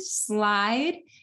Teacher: Slide, because you're taking an obstruent, which is the S sound, and you're combining it with a lateral liquid in which the airflow is sonorous